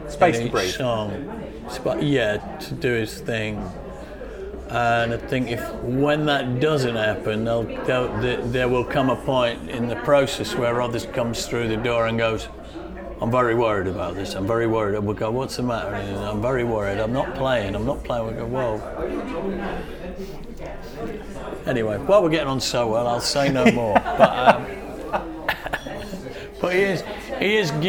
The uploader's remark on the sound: Of course when you take your recording studio and plonk it in a crowded restaurant you do place yourself at the mercy of fate, and in this case it was a couple of old friends enjoying an early afternoon tea. By the sounds of their conversation we didn't disrupt them from having a lovely time.